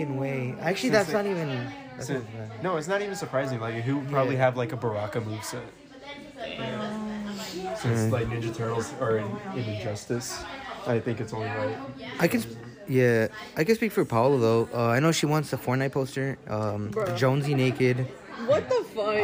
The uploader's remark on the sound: we went early to our school and recorded a not-so-mini-episode in the diner